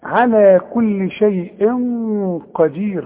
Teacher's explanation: التنوين ده اللي بعد القاف، والقاف من حروف الاخفاء، يبقى حغن. بس خد بالك الغن هنا سمينة شوية، ليه؟ عشان القاف تخينة